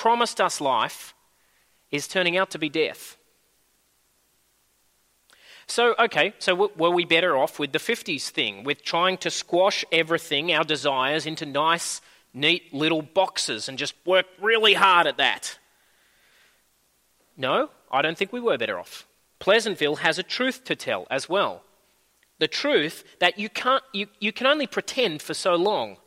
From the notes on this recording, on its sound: At a Church in the Graveyard service